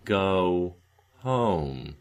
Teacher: I'm rounding into the second element of the diphthong, starting from a place of lip relaxation. · Term: less rounding